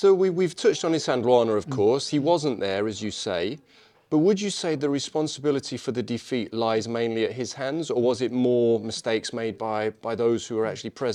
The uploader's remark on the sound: I recorded this at the Clash of Empires exhibition currently taking place at the Royal Philatelic Society in London